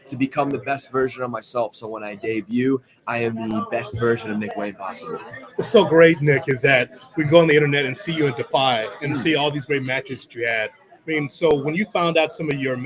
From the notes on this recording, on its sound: live from Starrcast in Chicago